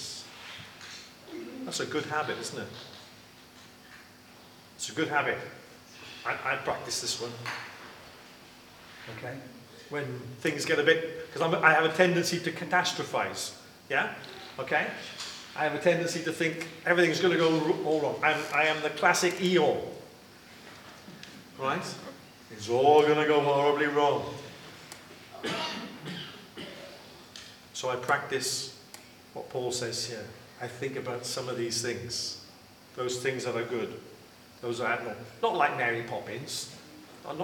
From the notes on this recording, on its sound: Live recording of 630 Praise 16th July 2023